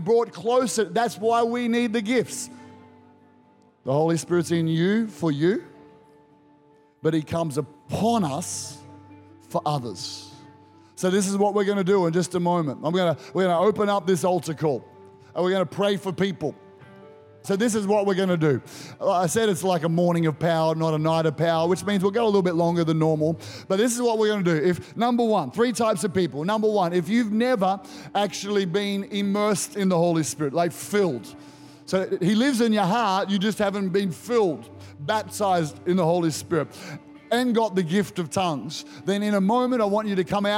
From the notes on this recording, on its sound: Recorded during our 9am service